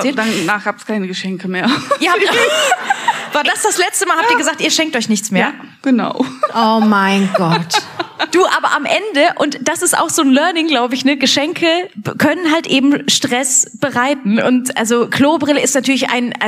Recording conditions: live audience